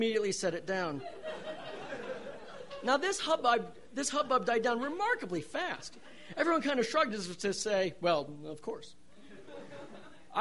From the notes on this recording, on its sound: These stories were recorded on November 15, 2012 at The Deer Pile in beautiful Denver, Colorado.